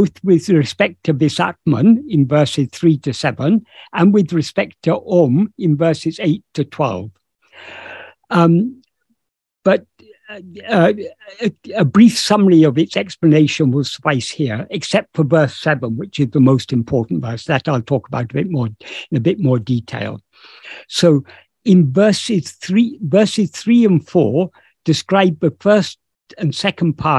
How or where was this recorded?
video call